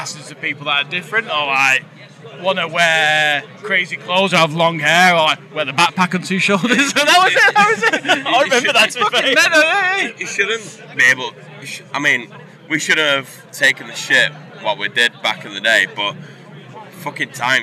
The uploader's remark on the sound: Live from Bloodstock 2023